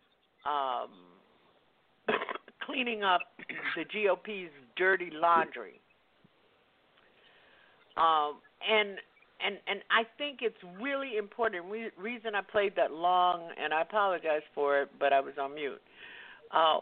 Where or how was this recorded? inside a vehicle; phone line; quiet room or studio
phone line